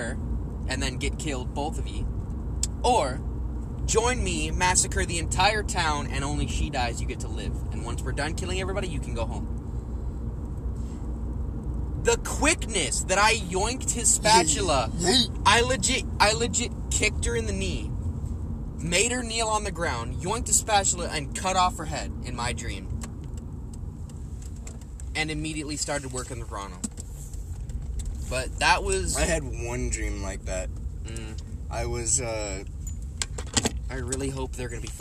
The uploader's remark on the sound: in the car talking